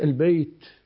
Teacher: مع نفخة خفيفة لم يهتز الوتران، تحقق التاء. فلاحظ الجهر والهمس موضعهما الحنجرة، الشدة والرخاوة موضعهما المخرج. · Term: مهموسة